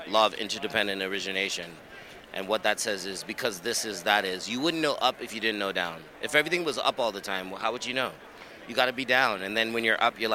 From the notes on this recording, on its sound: Episode filmed live from the Red Carpet at the JUNO Awards! Studio: Startwell Studios.